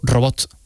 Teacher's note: en occitano, que es la lengua original de esta zona, la consonante final se pronuncia